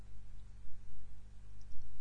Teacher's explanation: As TH in that, but with a slight sound of Z in it.